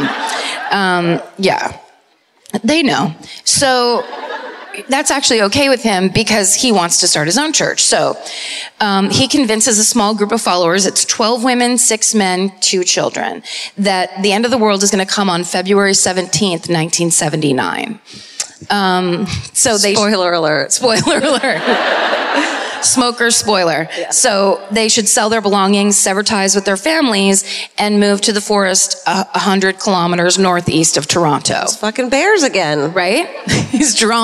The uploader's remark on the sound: Live at the Sony Centre in Toronto (Night Two).